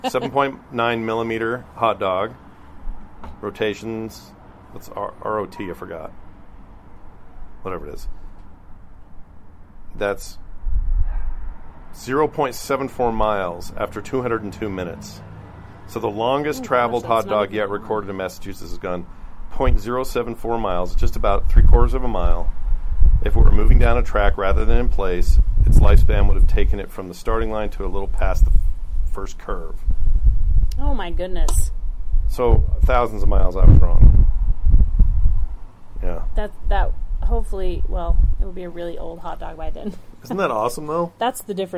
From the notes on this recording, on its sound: outside and the mic had a lot of wind and it annoyed me